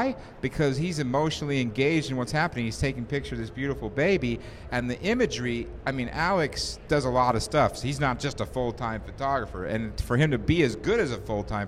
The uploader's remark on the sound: Live from Macworld